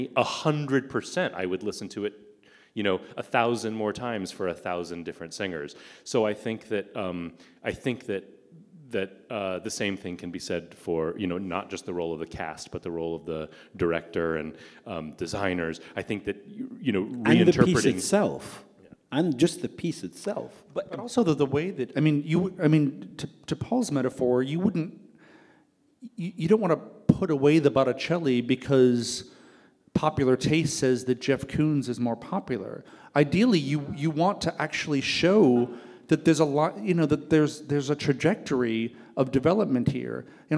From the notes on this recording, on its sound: Taped in front of a live audience at Los Angeles Opera!